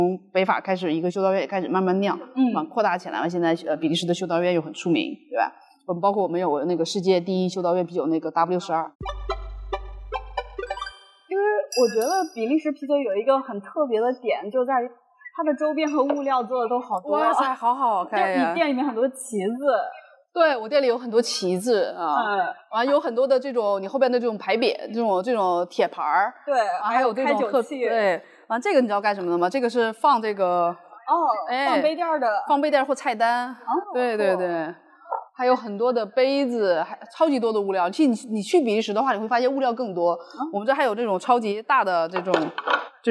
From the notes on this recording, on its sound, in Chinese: 本期节目收音欠佳请见谅，感谢各位的宽容。